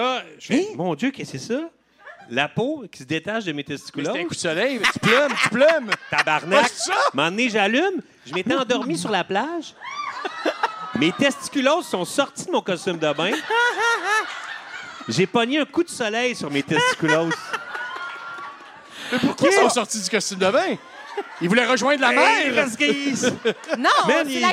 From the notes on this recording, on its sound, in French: cet épisode LIVE au Lion d'Or de Montréal!